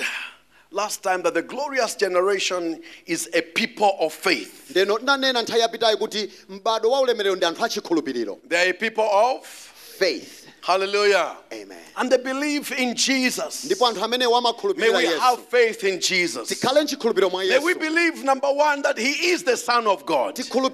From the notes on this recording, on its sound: Preached at the Encounter Service at Word Alive Blantyre City Church